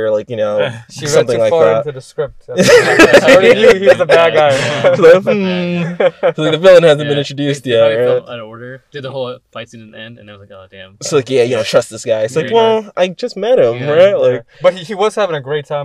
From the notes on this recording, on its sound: Brought to you from our car.